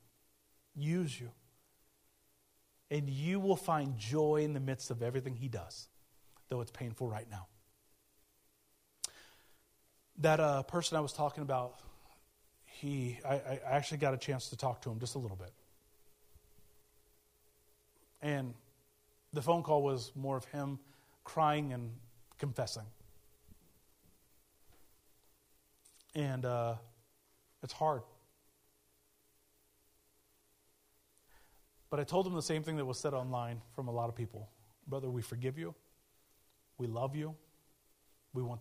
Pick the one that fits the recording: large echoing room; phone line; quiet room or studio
large echoing room